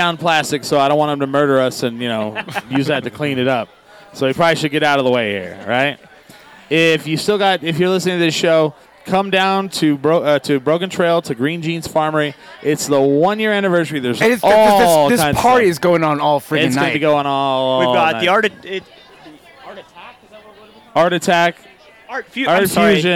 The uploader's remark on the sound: Live from Green Jeans Farmery